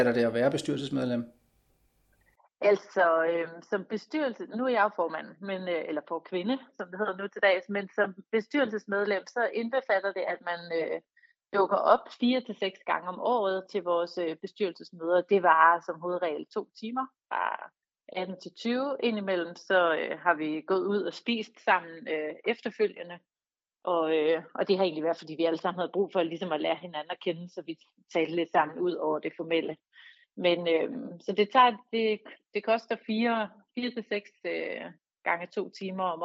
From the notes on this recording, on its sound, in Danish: Som i et telefoninterview fortæller om arbejdet i den fælles forældrebestyrelsen for Klub Kastellet og Pumpestationen Fritidscenter.